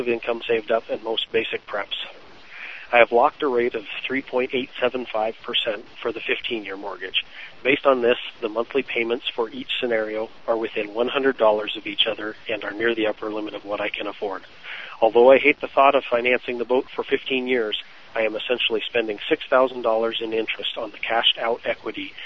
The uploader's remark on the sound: Call in friday